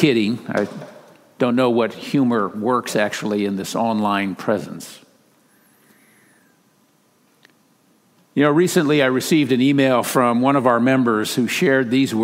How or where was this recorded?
large echoing room